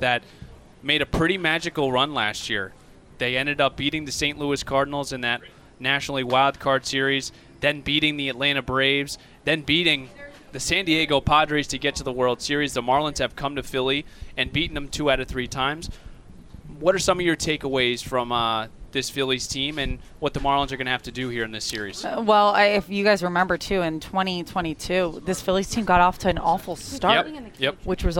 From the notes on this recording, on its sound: live from Citizens Bank Park